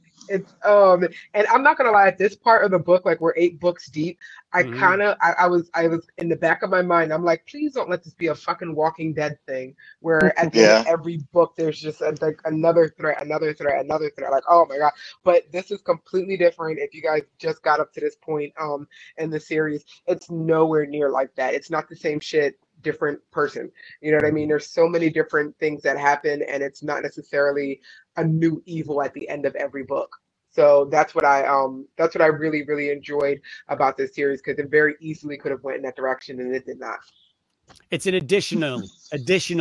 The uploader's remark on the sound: Recorded via FB Live on Dec 6, 2023.